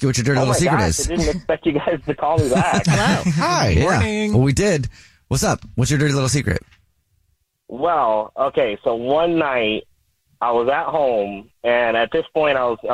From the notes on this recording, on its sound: The guy on the phone